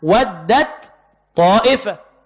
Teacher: فمثلا حرف الطاء حرف قوي وحرف التاء حرف ضعيف، فإذا جاءت التاء ساكنة قبل الطاء أدغمت في الطاء إدغاما كاملا نحو ودت طائفة